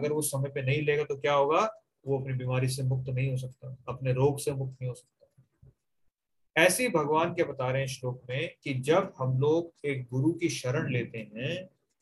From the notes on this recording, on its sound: Zoom recorded class